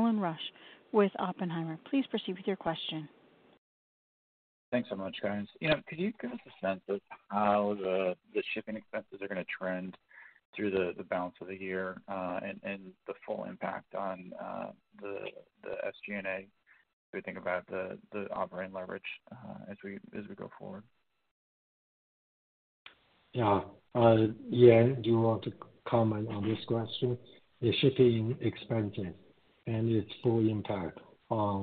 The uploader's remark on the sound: Q2 2023 Earnings Conference Call of Canadian Solar Inc.